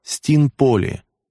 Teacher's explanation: На греческом это звучало «стинполи» в одно слово и с ударением на предпоследний слог